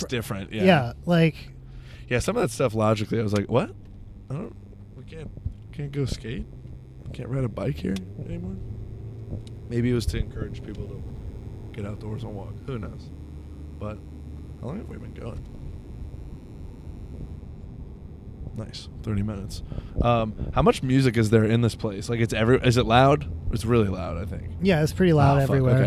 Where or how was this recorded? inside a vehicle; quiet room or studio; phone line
inside a vehicle